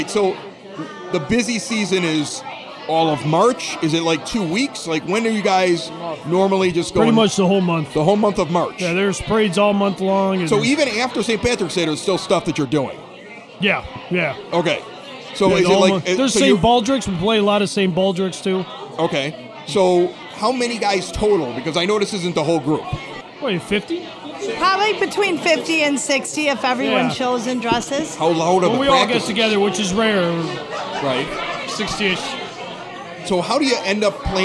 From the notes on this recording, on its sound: Provides traditional music in front of a live audience at Porter Cullens in Evergreen Park.